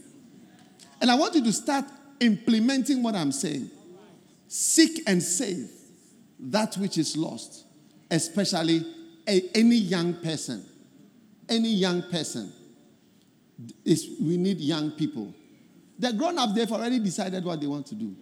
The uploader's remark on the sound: Preached At The First Love Centre, Accra